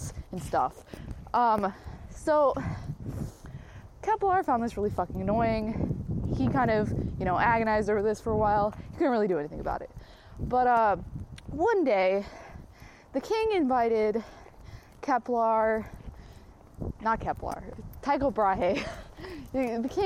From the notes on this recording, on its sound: No edits, no regrets. Recorded while on a walk.